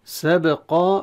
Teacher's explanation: باء ساكنة في الوسط، نأتي بصوت اضطراب في المخرج، صوت القلقلة · Term: القلقلة الصغرى